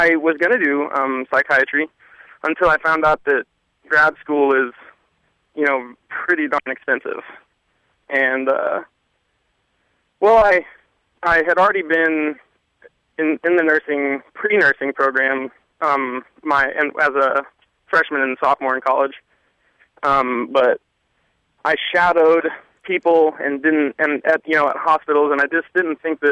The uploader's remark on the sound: the return of the Fan Phone Call segment